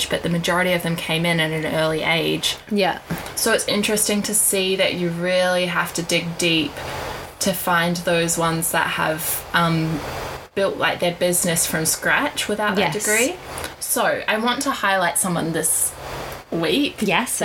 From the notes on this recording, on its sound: The audio is getting better each week we hope, but we are still heavy breathers with smokers laughs